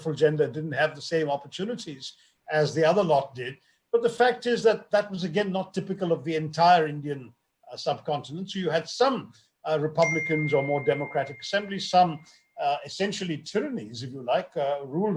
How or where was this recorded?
video call